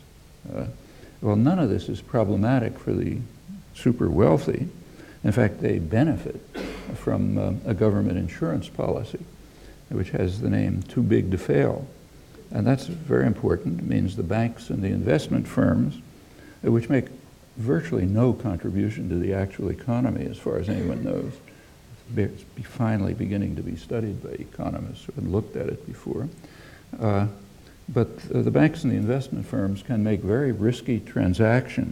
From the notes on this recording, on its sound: UCL Rickman Godlee Lecture 2011